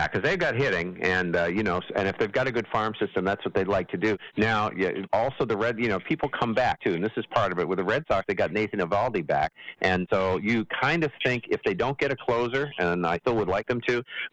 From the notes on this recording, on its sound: The Sports Lounge Live where we discuss all things sports and take your live calls.